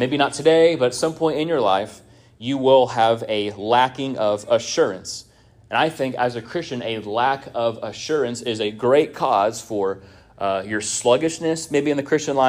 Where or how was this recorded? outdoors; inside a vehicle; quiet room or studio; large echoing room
large echoing room